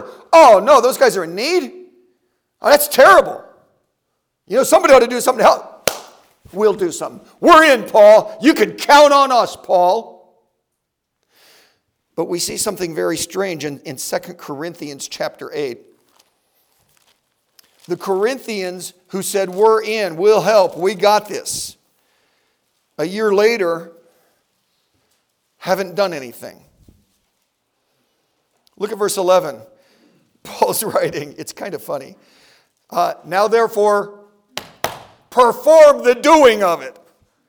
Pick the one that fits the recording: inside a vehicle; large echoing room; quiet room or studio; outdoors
large echoing room